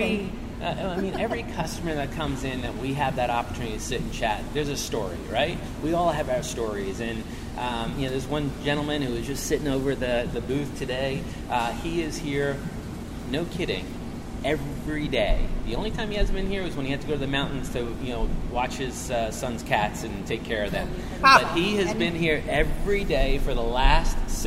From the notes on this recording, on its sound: I was live on location at one of my favorite pizza locations in the Triangle, Manhattan Pizza - Holly Springs!